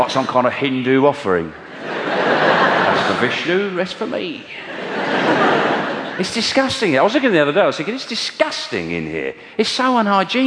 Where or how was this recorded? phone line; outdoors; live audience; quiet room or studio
live audience